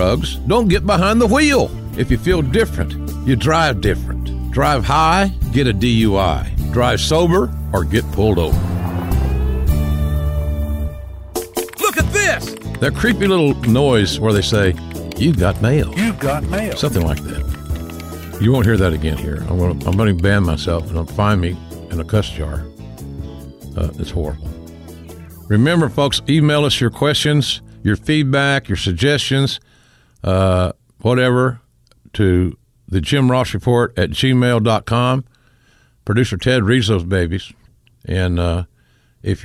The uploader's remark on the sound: with an early morning phone call!